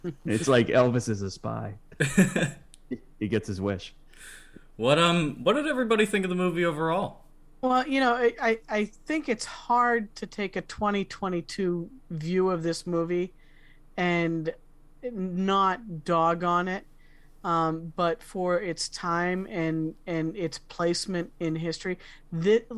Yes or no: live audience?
no